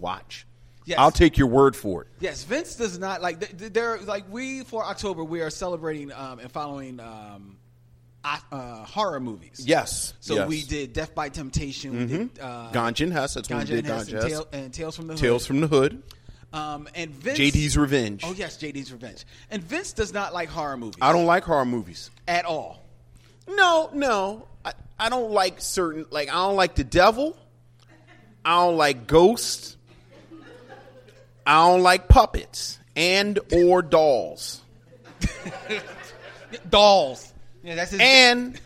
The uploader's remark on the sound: The Men enjoy their first live event, a night of food, fun and film.